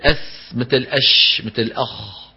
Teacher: ها امتداد الصوت ومط الصوت، هذه الرخاوة